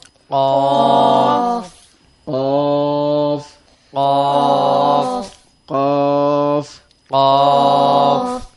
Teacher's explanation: চার নম্বর মাখরাজ হল জিহ্বার গোড়া তার বরাবর উপরে তালুর সঙ্গে লাগাইয়া কফ উচ্চারিত হয়